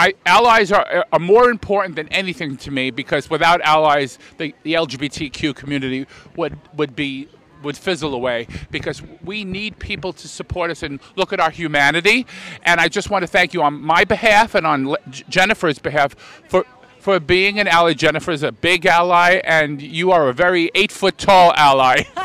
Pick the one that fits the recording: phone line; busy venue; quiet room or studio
busy venue